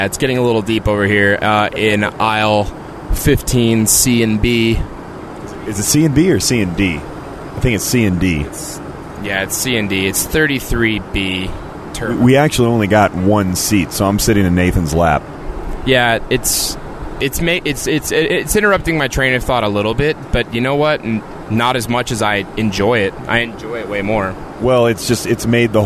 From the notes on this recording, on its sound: Recorded at 30,000 ft